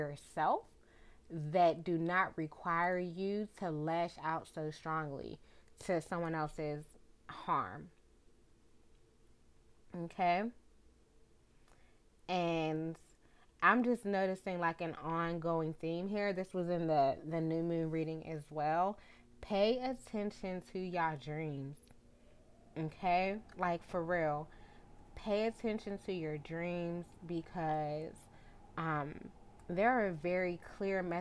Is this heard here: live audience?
no